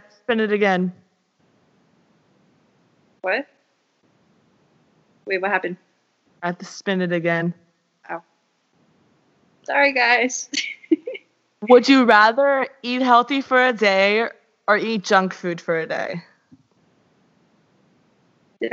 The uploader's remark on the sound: the audio in this and the next episode aren't the best